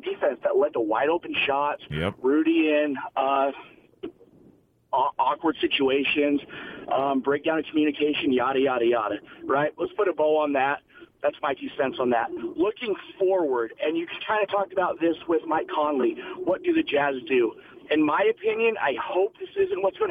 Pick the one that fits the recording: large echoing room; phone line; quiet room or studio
phone line